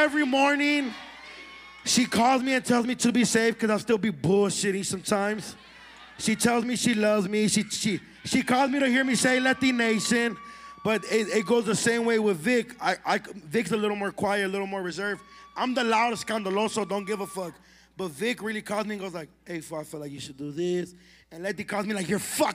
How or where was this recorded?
live audience